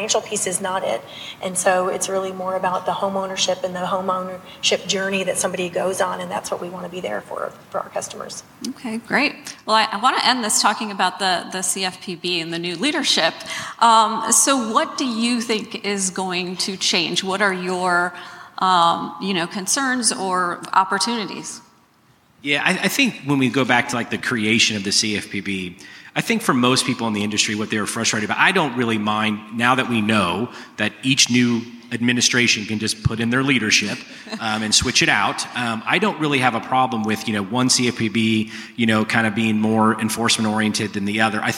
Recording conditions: live audience